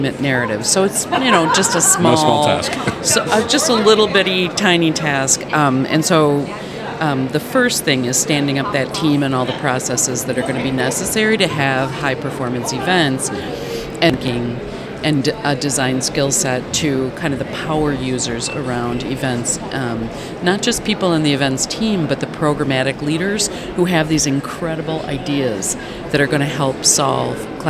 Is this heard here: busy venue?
yes